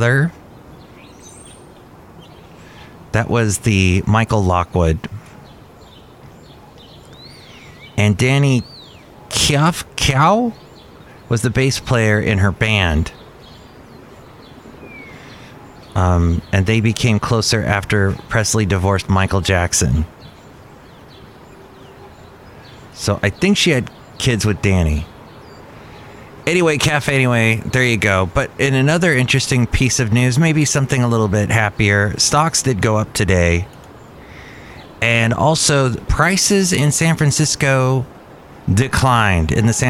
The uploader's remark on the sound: podcasts live from Cafe Anyway